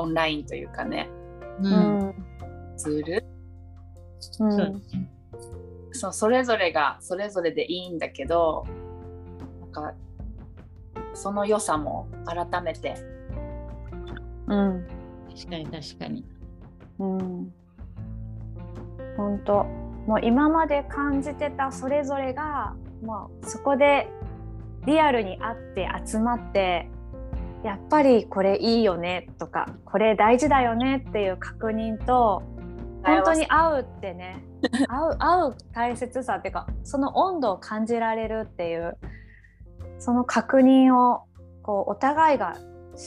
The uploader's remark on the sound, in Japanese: リモート収録でお届けします